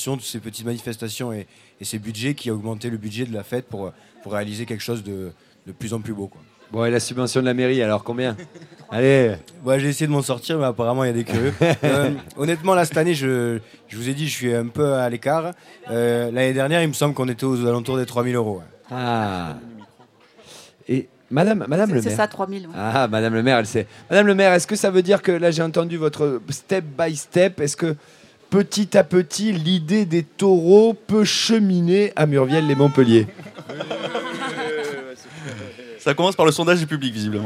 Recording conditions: busy venue